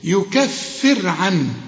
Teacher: اذا وقفت على الراء هنرقق الايه الراء، وبرضو اذا وصلنا هنرقق لان قبلها مكسور